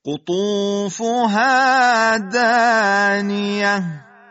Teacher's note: طاء مؤلف درشت و پرحجم با جهر و شدت اطباق و استعلاء خیلی قویه